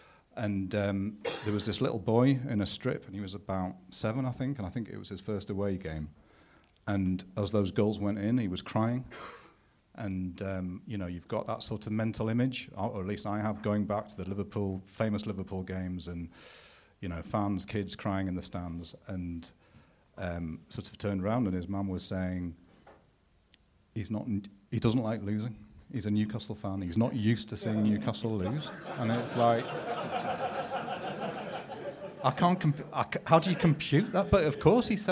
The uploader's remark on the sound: The True Faith Podcast was recorded to an audience at the Stand Comedy in Newcastle on Tuesday 7th of Feb.